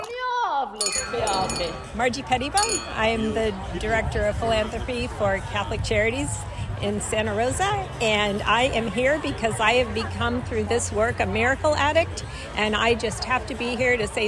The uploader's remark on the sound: On Saturday, June 24, Sonoma County Vintners held this year’s edition of Taste of Sonoma at the Kendall-Jackson Estate. We collected comments from several people including guests, exhibitors and representatives of local charities, for this 5-minute audio report from the event.